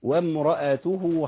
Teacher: الميم اللي عليها شده ديت هنغنها شويه